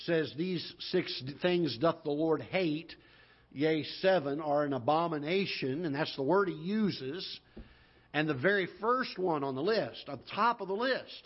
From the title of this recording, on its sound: Ketha Heights Baptist Church ~ Live Broadcast